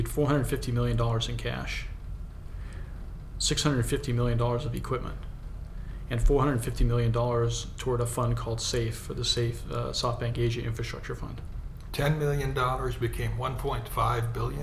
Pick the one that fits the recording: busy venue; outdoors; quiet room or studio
busy venue